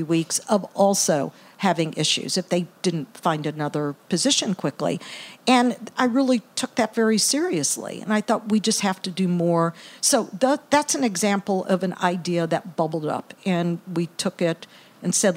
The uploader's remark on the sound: at SXSW for the first ever live broadcast of the show